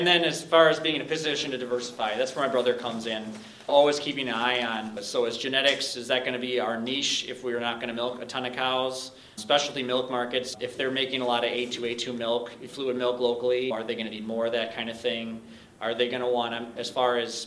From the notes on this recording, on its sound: A Panel Discussion from the World Dairy Expo hosted by NMPF YC.